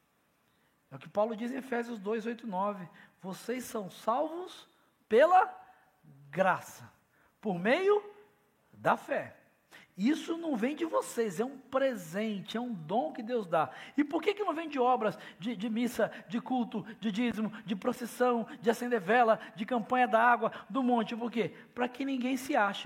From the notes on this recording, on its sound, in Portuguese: Celebração ao vivo